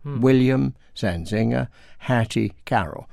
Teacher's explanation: So you go stress, unstress, stress, unstress. · Term: unstressed final syllable